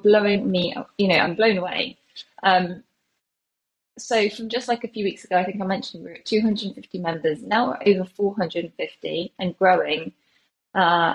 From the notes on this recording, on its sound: Recording this on Riverside. Recording this on Riverside.fm.